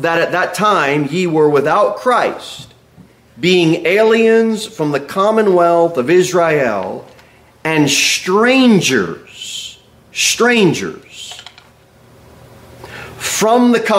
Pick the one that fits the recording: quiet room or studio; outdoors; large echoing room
large echoing room